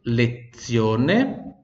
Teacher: Lezione, então com som de TS no Z